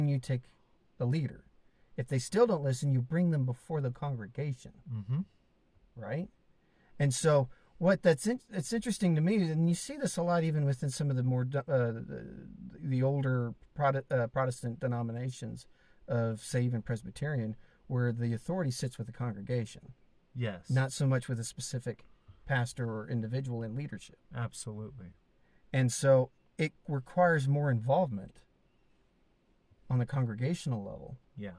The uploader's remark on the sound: car in Southern Idaho's Mountains